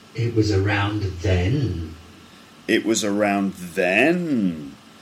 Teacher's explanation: it goes straight and then it goes down a little bit and then up and then down · Term: Rise fall